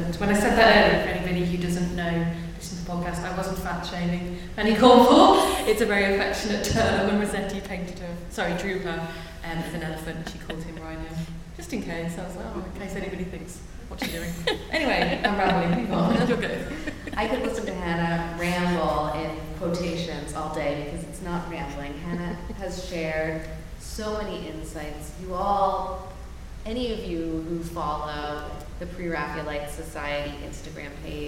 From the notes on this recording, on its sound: We are live in front of a studio audience at Delaware Art Museum for the Pre-Raphaelite Weekend celebrating the launch of 'The Rossettis'. Answering questions from the audience.